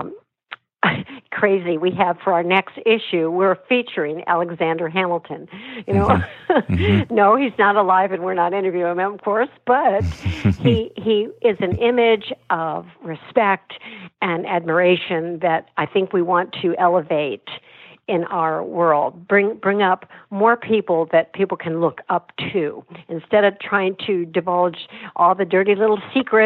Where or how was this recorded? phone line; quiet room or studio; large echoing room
phone line